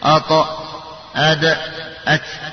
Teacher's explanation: الطاء والدال والتاء مخرجها من طرف اللسان مع أصول الثنايا العليا الذي هي لثة · Term: نطعية